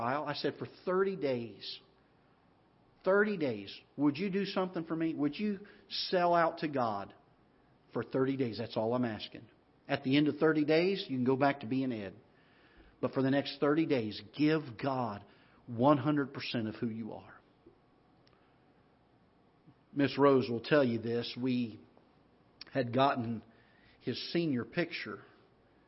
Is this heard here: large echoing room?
yes